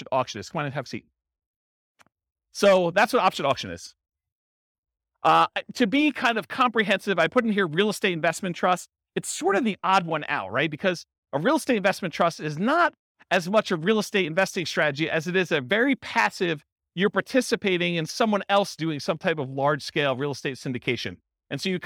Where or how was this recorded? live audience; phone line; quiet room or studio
live audience